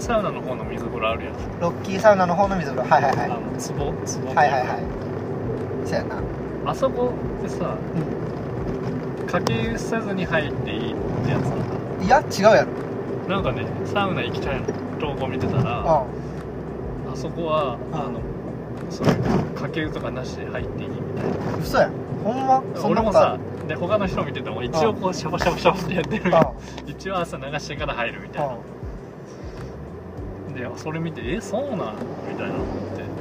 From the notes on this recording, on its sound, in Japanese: テントサウナの聖地「飛雪の滝キャンプ場」まで車で往復7時間。車中トークです。音質悪めですが。